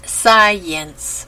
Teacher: The first vowel is long I, so the Y part should be pronounced a little more strongly so that it sounds like science.